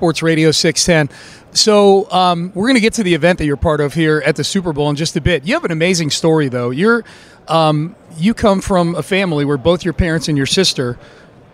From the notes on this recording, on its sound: Live from Las Vegas on Radio Row.